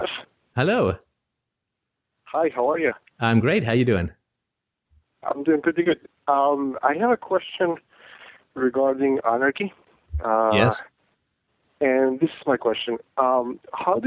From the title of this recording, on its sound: Sunday Call In Show